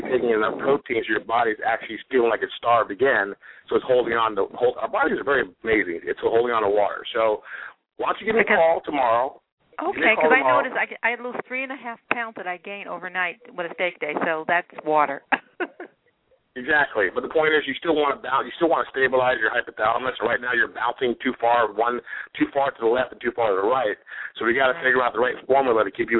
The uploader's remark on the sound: have a live Q and A call